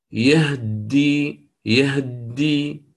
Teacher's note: وسكن الهاء وأدخل على الدال المشددة مباشرة